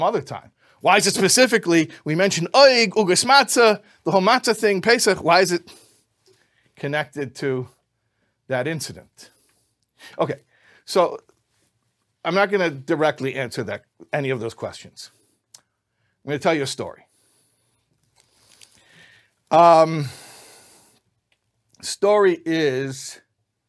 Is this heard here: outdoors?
no